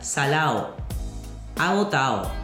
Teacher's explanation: La D se pierde entre las dos vocales. · Term: debilitamiento de la D